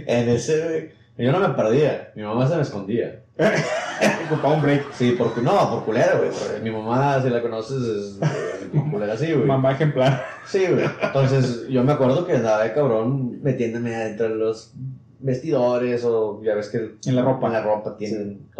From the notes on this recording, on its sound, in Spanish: Tuvimos algunos problemas técnicos, es una historia divertida. Eso causó que el audio se grabara con el micrófono de la webcam en lugar de los micrófonos de la interfaz.